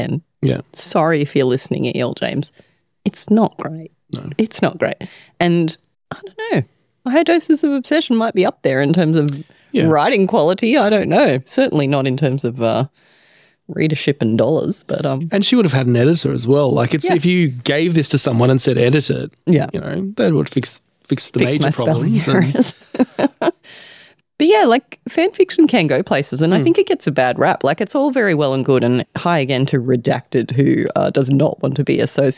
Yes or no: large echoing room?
no